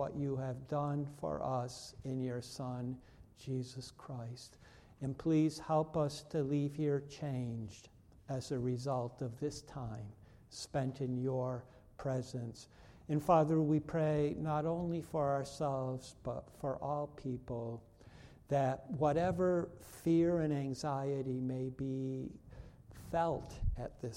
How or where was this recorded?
large echoing room